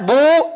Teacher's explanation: عند النطق بالباء المضمومة نضم الشفتين، إذا قلنا بو ازداد ضم الشفتين لأن الضم عبارة عن واو قصيرة.